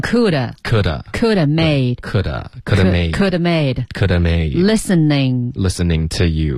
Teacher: could 跟 have 我们就发 could have 结尾的 v 也省略